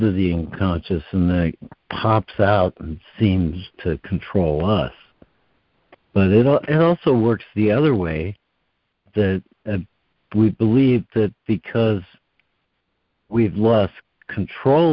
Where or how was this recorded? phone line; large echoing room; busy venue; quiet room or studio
phone line